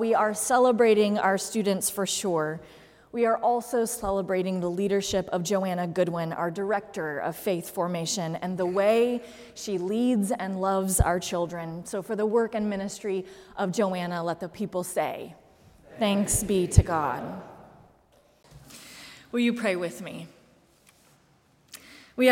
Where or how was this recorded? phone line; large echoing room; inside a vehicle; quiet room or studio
large echoing room